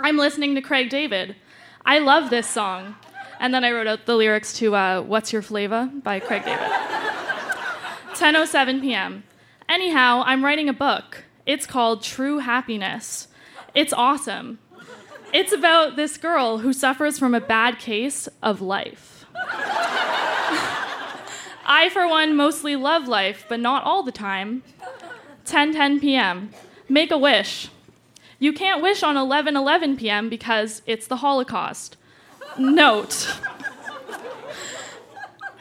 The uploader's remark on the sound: Recorded live at the Tranzac Club in Toronto.